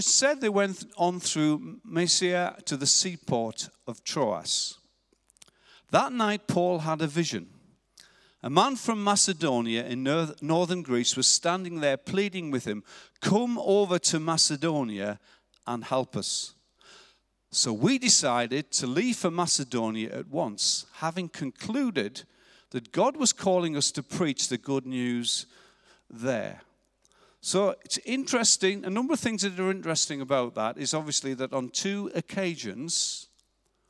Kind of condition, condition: setting, large echoing room